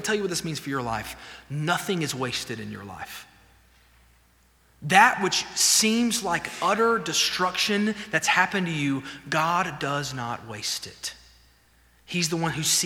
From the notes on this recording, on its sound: This sermon was delivered on May 31, 2023 at First Baptist Church Hendersonville, NC during the Wednesday night Bible study hour.